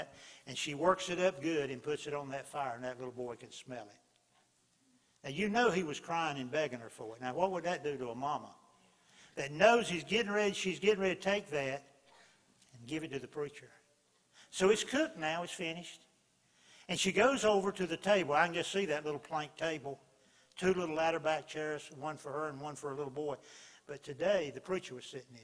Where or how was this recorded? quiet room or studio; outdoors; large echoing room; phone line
large echoing room